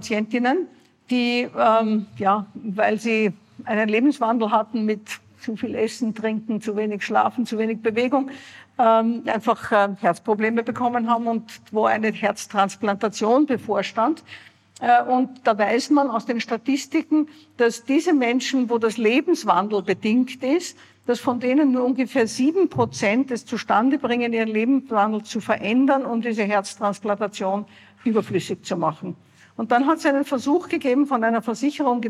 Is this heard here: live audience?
yes